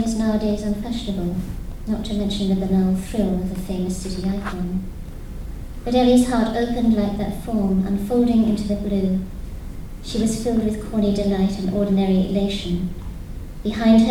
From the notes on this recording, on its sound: Provocation at Worlds Literature Festival 2011. By National Centre for Writing.